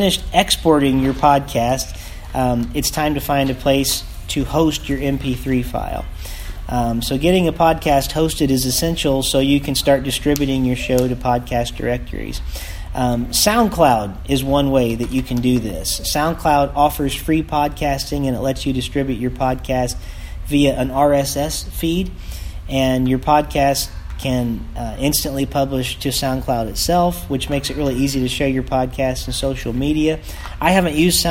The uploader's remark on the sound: recorded at Team Day in Perry Michigan